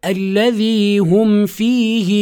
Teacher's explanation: الميم الساكنة لما تلتقي مع الفاء هناك قرب في مخرجي هذين الحرفين، فيعني لربما يستسهل جهاز النطق عندنا وأعضاء النطق تستسهل خروجها